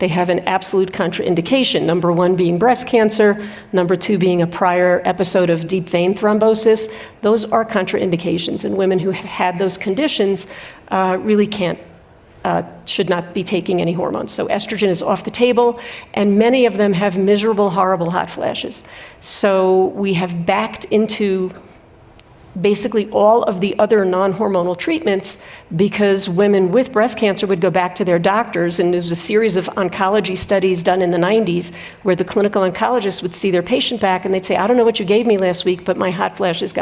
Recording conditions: live audience